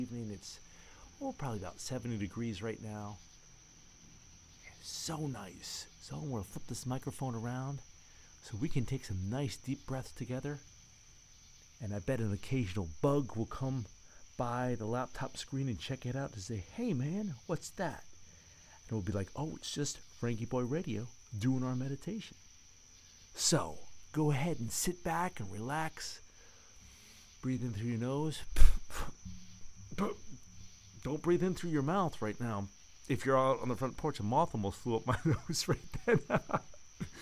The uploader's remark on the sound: It's an especially melodic summer night in the forest, with the rain and the crickets and all. Live from my front porch.